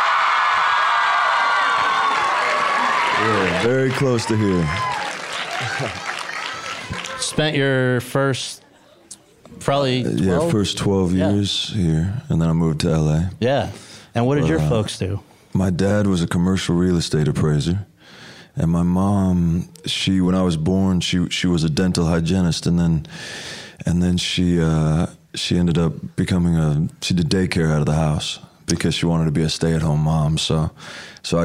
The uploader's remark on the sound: LIVE. In front of an audience of students at Chapman University.